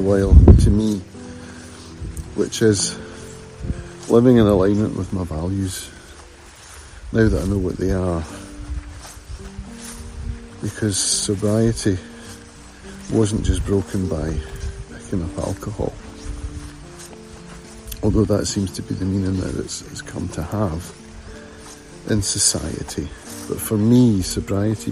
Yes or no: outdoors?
yes